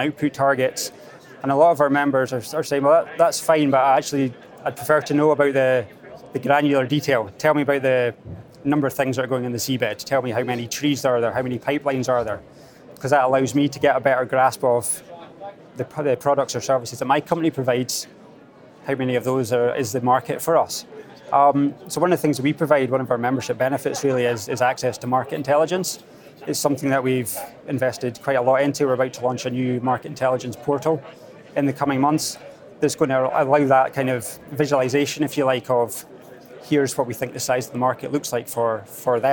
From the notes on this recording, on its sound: Next up at the Energy Exports Conference